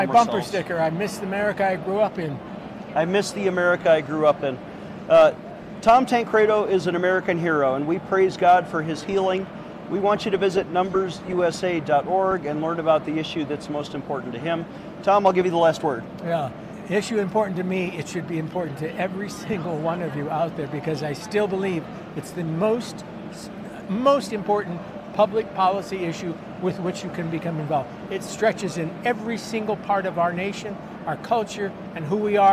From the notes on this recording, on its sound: on location at the Western Conservative Summit